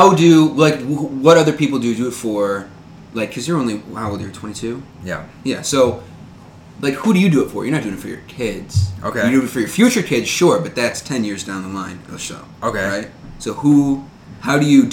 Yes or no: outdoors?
no